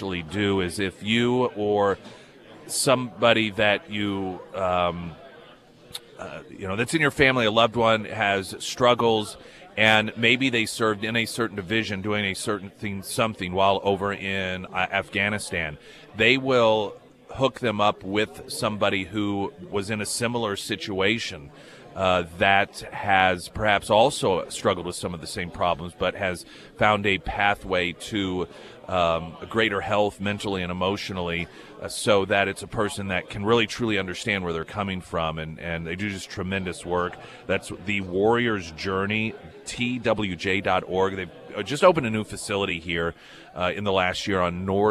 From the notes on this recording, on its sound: live at Scramblers Diner